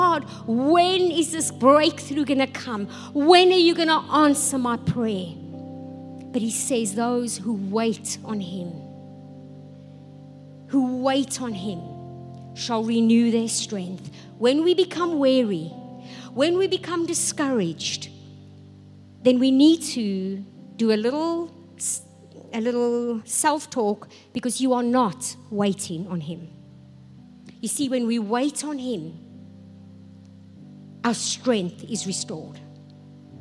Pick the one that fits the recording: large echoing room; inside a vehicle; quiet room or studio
large echoing room